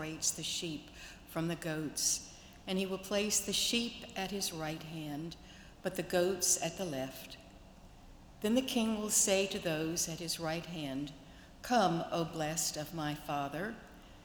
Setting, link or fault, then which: setting, large echoing room